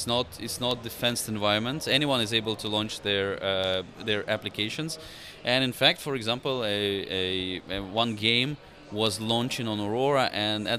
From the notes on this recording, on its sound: Live from Consensus 2023!